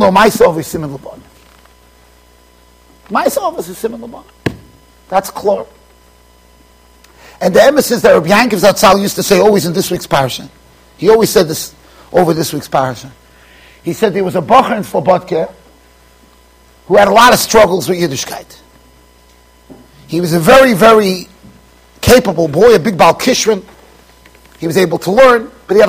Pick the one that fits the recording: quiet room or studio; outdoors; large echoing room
large echoing room